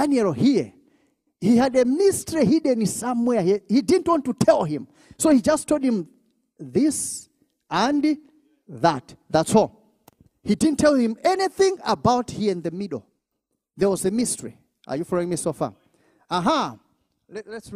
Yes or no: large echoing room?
yes